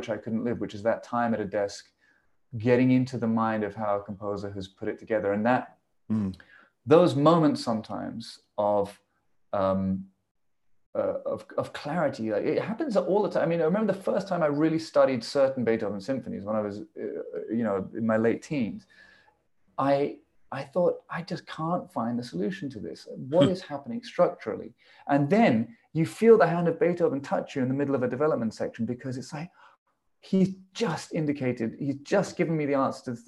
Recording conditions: video call